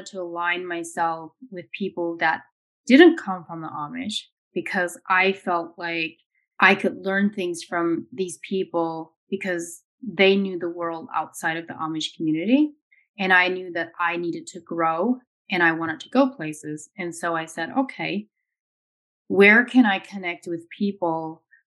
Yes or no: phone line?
no